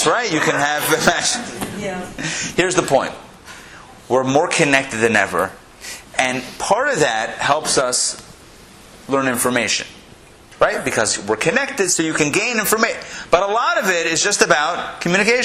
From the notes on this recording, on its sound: Recorded live in Atlanta